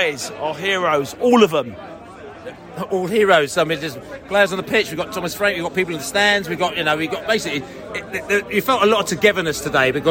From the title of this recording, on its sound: post-match podcast from the pub